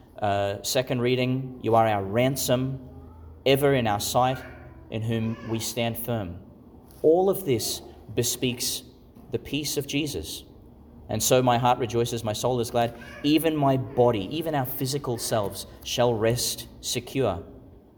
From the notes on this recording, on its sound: Homily for the Third Sunday in Eastertide, delivered in St Patrick's Catholic Church, Calliope, Qld.